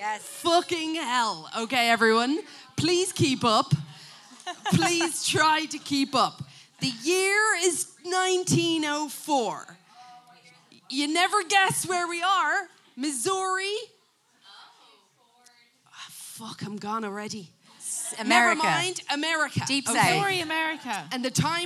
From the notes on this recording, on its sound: LIVE at the lighthouse